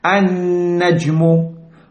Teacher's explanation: We did not pronounce the lam, we joined directly with the noon. So we call the noon a sun letter.